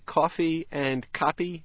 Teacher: The P and F differences are hardly worth noticing in rapid speech. But the vowels will be identical for the people who come from Pittsburgh or from Montreal